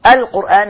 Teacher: القرآن معنا لام قمرية مظهرة